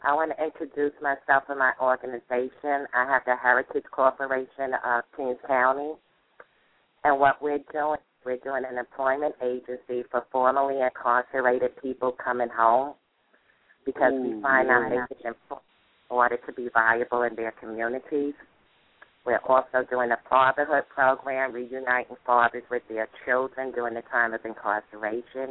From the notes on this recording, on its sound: Anchored by one of The Keys 107 (Blog Talk Radio) hosts, members call.